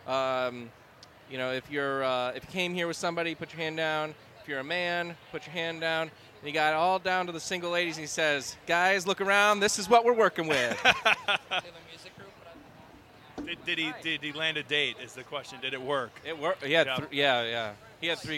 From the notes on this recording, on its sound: Live Recording from day 2 of the Today's Bride show. Taking questions from attendees.